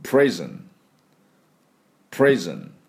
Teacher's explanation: N の時、口を閉じないようにね、プリズンって口を閉じちゃうと、プリズン、M って言ってるかと思いますので、プリズン、唇をくっつけない。